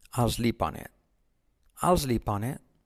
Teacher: la T de it casi no se dice